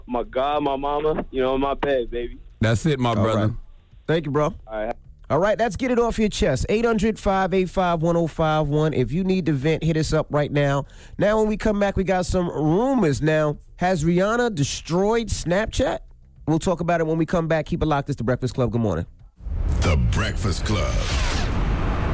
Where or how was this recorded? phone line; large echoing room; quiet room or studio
phone line